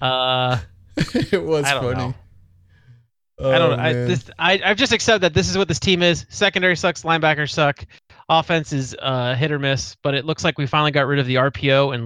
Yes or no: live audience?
no